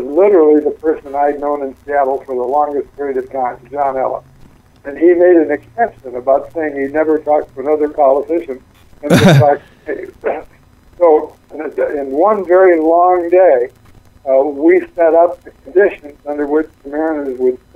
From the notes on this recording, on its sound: calls